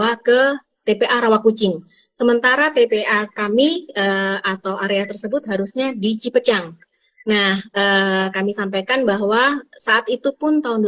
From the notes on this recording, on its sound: NALAR TALKS Live on Instagram